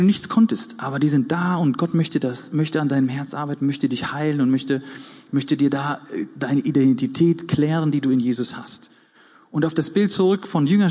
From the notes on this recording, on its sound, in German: Gottesdienst der Kirche für Bonn